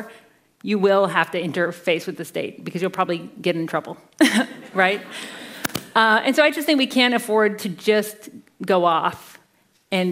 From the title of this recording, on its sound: CBC Massey Lectures: Audience Q&A